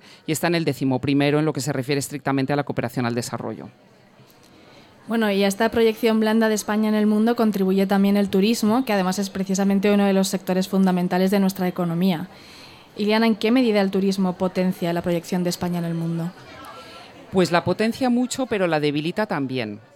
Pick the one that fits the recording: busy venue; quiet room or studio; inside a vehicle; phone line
busy venue